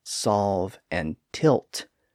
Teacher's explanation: you may notice that the tongue never actually touches that ridge behind the teeth. Again, it varies a little bit from person to person, but that's why the L sound is also considered to be an approximant.